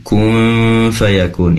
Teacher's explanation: kun fayakun, ikhfanya, dengungnya lebih lama lagi